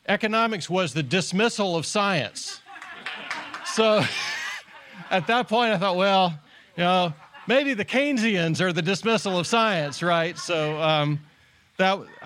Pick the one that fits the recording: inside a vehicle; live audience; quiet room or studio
live audience